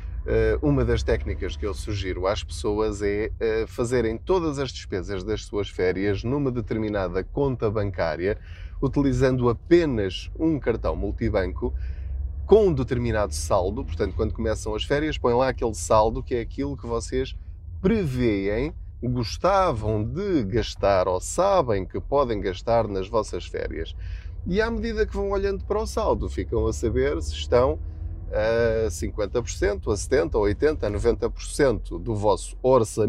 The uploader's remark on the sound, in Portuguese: Não ligue aos barulhos da viagem.